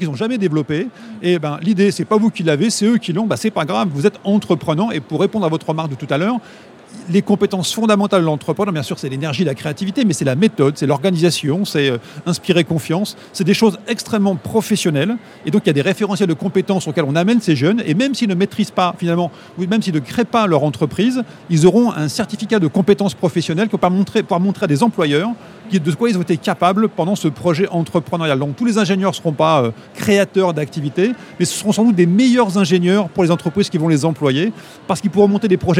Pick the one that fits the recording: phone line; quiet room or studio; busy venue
busy venue